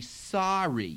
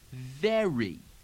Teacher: make sure that you've got a hard R and have that R carry over to the beginning of the syllable that comes after it rather than the syllable that comes before it.